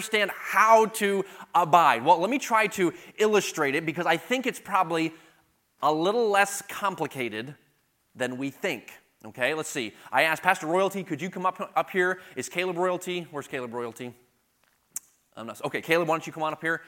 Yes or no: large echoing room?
yes